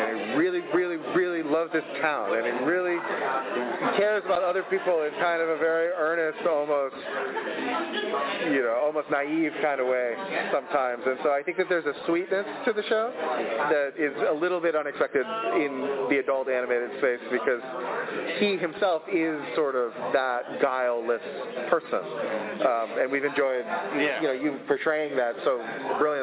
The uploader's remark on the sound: Release our first batch of SDCC 22 pressroom audio. Four different roundtable interviews with cast and creatives.